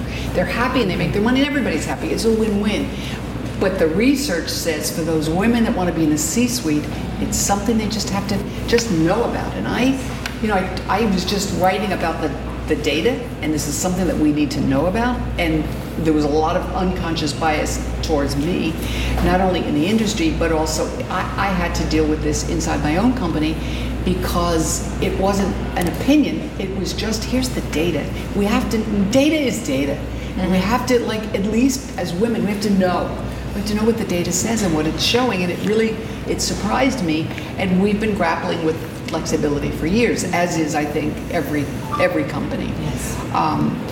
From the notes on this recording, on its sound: This episode features full audio from the event and a distillation of the wisdom and key insights from all of our guests.